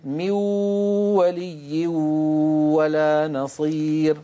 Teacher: لما يأتي معلش اصبر علي قليلا، لما يقول قائل من ولي ولا نصير، هل أدغم النون في الواو؟ نعم أدغمها، ولكن هذا الإدغام بغنة